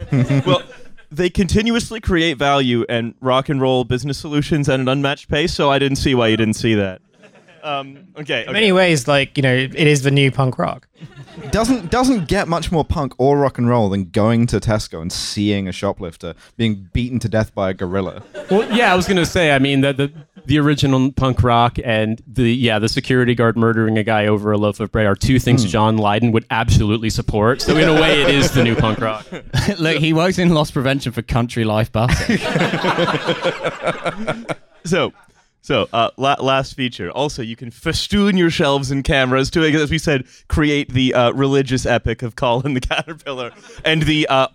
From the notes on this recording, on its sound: TF Live in Birmingham. For stop one of the Trashfuture Regional Authenticity Tour 2023, we had a live show at the Glee Club in Birmingham.